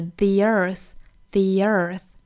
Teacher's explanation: 美音的话呢，要卷舌